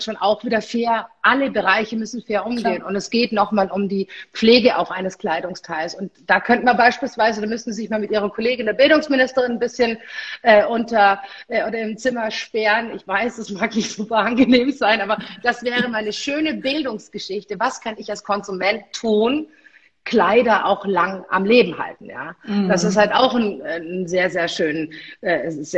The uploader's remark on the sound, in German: Das Interview fand live auf Instagram statt